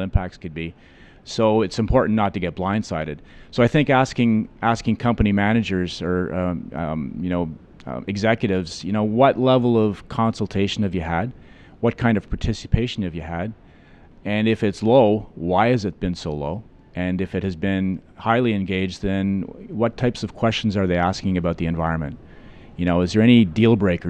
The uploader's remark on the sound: At the recent resource conferences in Vancouver I had the chance to sit down